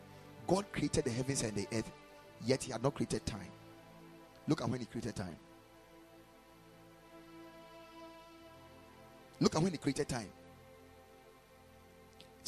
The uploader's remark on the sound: Preached at Ekklesia Chapel